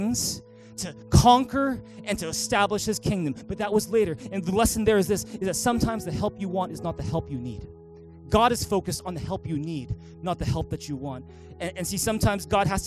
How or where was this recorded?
large echoing room